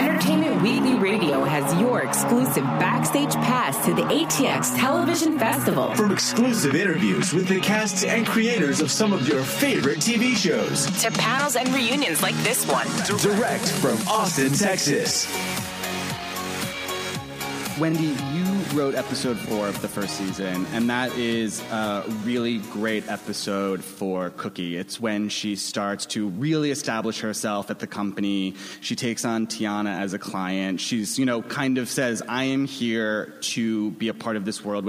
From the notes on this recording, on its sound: Recorded at ATX Television Fest in June 2015.